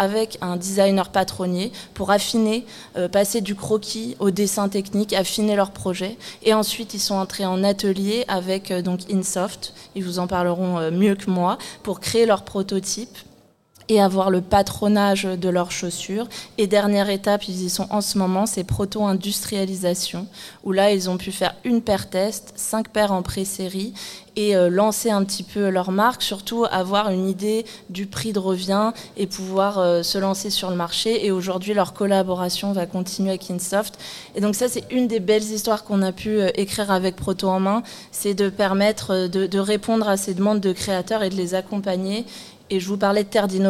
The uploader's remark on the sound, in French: Une émission en direct de la cité de la chaussure de Romans-sur-Isère